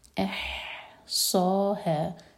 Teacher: احصا ہے، یہ حلق سے پڑھا جائے گا. احصا ہے، بیچ میں صاد ہیوی، ہے لائٹ